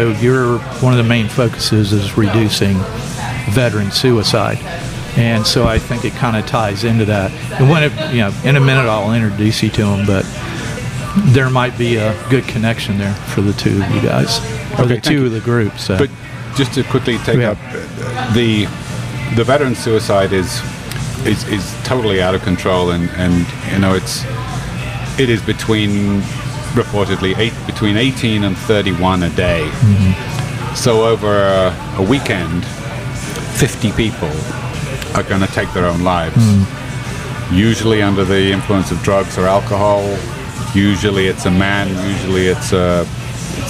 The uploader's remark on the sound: Recorded at Emerald Republic Brewing.